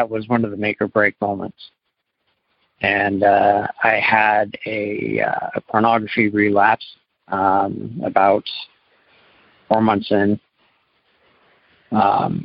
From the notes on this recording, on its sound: Maine - Monday Noon Phone Speaker Series.